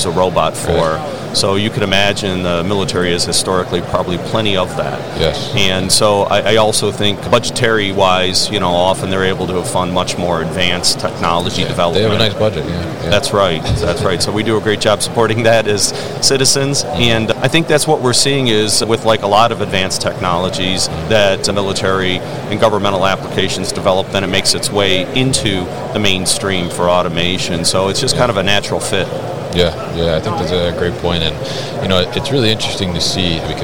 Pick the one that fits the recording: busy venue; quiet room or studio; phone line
busy venue